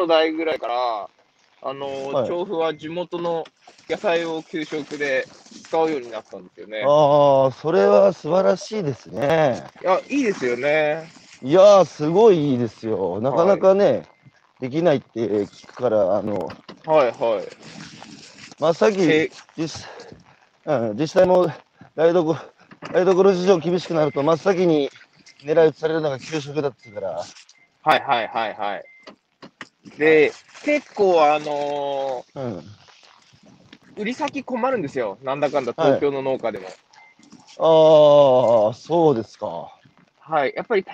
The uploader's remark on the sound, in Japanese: 歩きながら1時間、対談する